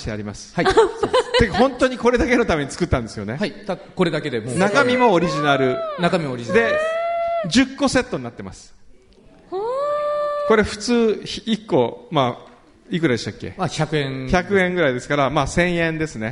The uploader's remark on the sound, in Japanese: 第一回「よこは・マー映画祭」＠ランドマークホール（横浜ランドマークタワー５F）！！！！ということで、今日は公開収録！